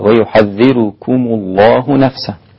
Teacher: رقق الراء الإمام ورش